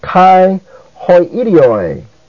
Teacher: Hoi is also a proclitic. That is, it goes so closely with the word that follows so as to have no accent of its own.